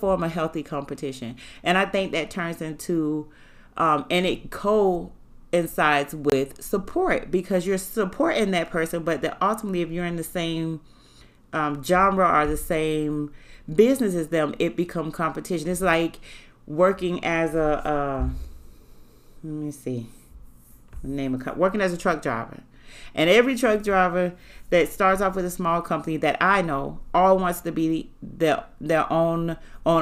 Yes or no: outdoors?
no